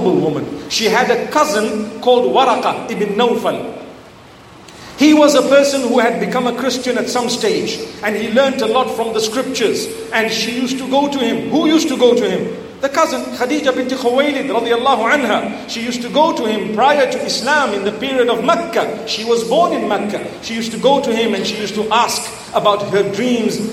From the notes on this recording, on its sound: Talk delivered in Zamboanga, Philippines at the ilm Voyage Convention entitled Khairul Quroon.